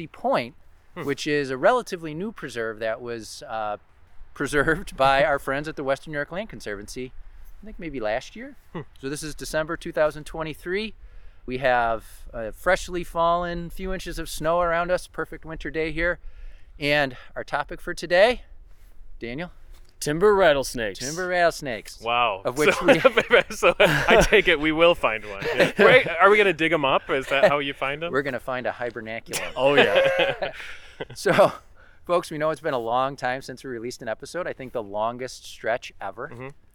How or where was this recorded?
outdoors